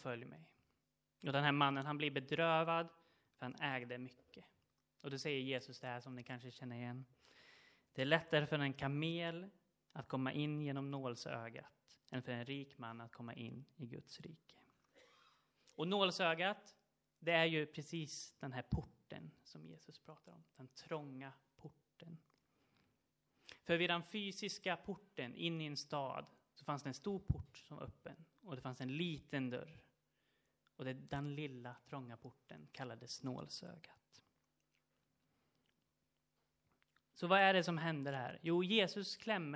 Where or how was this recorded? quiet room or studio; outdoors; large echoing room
large echoing room